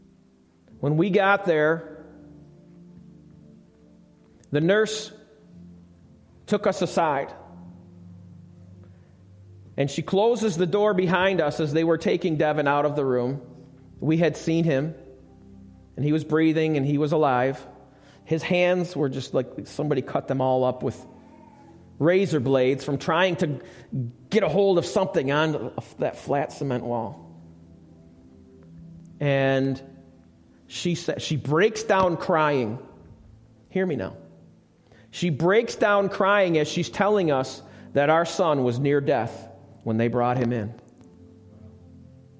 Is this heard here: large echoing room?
yes